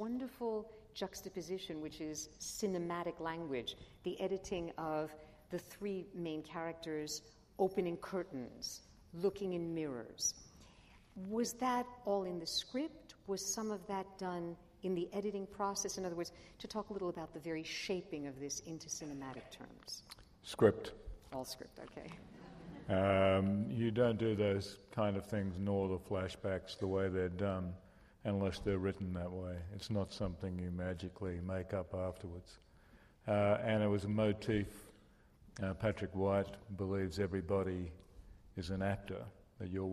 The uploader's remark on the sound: At the 92nd Street Y. As part of the 92Y’ s long-running film screening and discussion series, “Reel Pieces.” Were interviewed before a live audience.